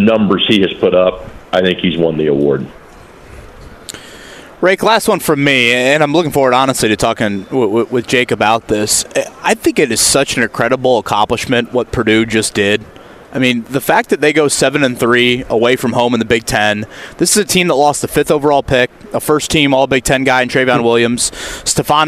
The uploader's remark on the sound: live at the Combine